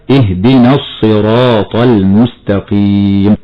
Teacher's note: كلمة الصراط اللام هنا لام التعريف الشمسية، حكمها الإدغام في حرف الصاد بعدها، ونلاحظ أن اللام في كلمة الصراط عارية من السكون لأنها مدغمة في حرف الصاد، ونلاحظ أن حرف الصاد أتى مشددا نظرا لإدغام اللام فيها، فنقرأ هكذا اهدنا الصراط المستقيم.